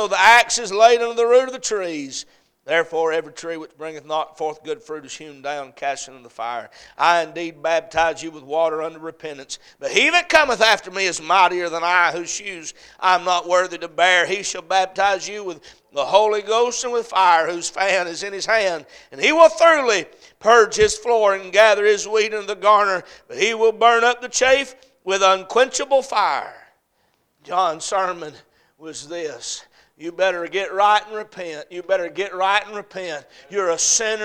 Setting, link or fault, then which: setting, large echoing room